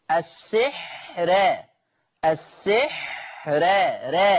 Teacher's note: قرأ ورش بترقيق الراء وصلا في لفظ السحر الآية 102. أما وقفا فهي مرققة للجميع، لجميع القراء، السحر السحر، فهي مرققة للجميع.